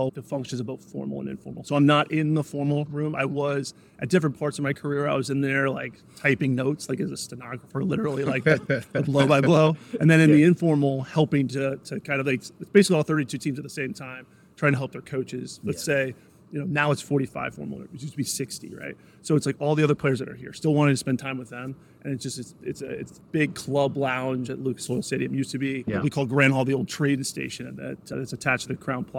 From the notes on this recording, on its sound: coming to you live from the NFL combine